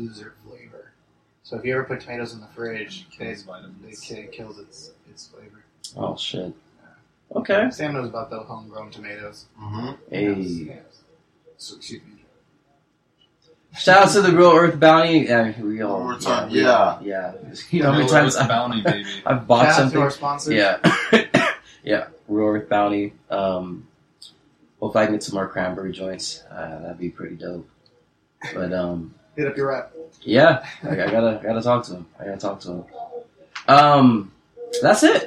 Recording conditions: poor sound quality